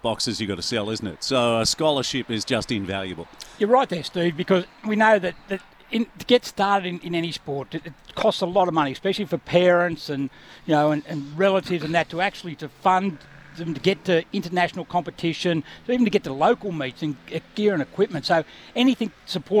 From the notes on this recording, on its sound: Live from the Donnica Clarke Foundation sponsor appreciation breakfast